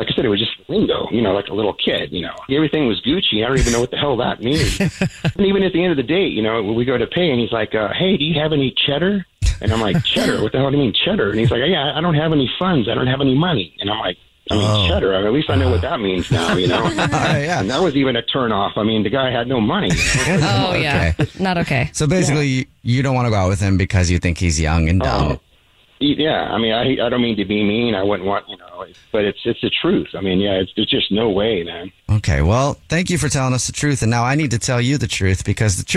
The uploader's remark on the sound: We get that other person on the phone